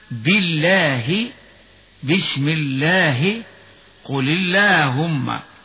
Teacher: وترقق في لفظ الجلالة الواقع بعد كسر · Term: الترقيق